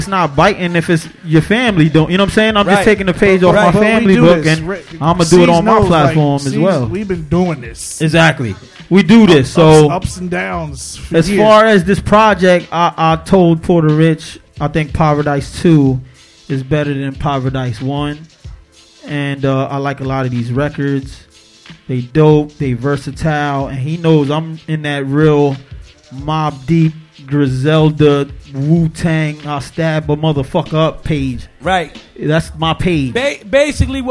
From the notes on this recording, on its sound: Live from Swig LoungeCamden, NJ